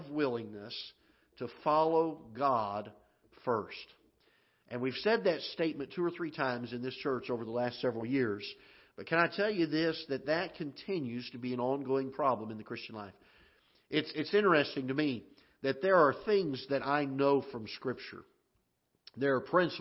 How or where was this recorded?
large echoing room